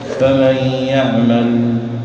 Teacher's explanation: الصوت في اللام يجري قليلا ولا ينحبس، لكنه لا يجري مثل السين